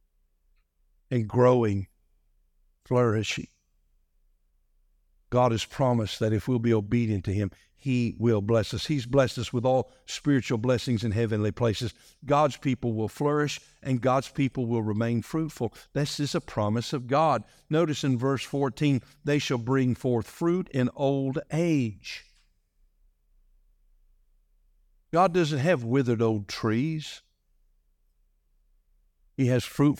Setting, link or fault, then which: setting, large echoing room